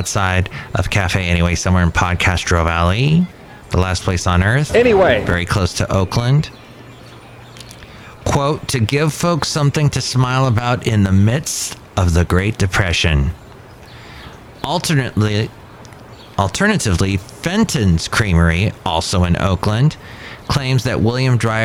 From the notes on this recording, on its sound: podcasts live from Café Anyway